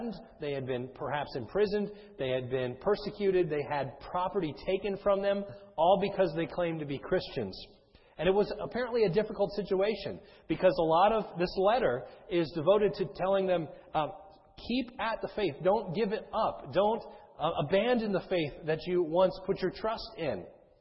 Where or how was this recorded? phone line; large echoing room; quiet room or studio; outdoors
large echoing room